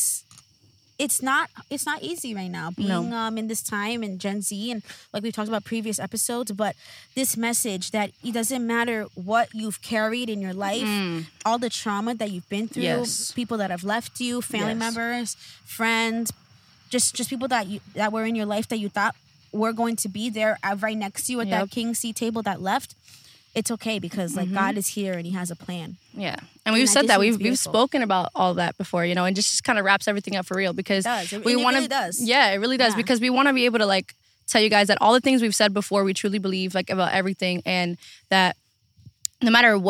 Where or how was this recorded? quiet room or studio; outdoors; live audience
outdoors